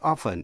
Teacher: nhưng mà thường thường thì đọc bỏ âm T